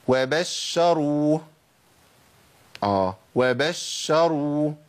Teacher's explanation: لابد من تمكين زمن الرخاوه المظبوط في الشين الساكنه اول المشدد · Term: الشين المشدده